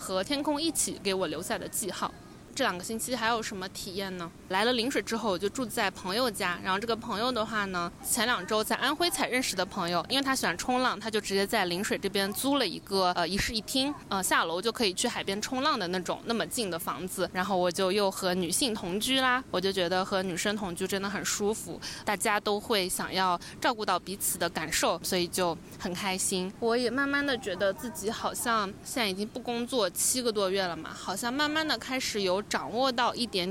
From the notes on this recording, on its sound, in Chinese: 海南的大海。封面是昨天录音时面对的海。